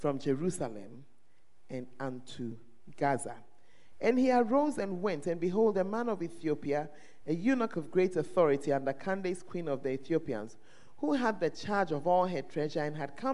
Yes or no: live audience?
yes